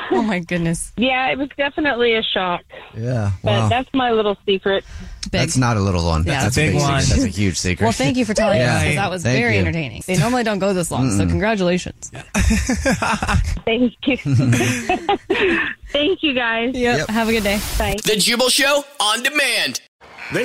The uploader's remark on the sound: The woman on the phone.